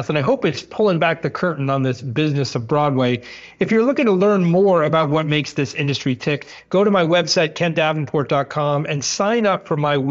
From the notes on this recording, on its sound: He called in from his home in Hollywood